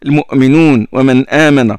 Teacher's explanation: Et c'est pourquoi certains qurra l'allègent. Hafs articule beaucoup la hamza. Il fait le tahqiq, hein?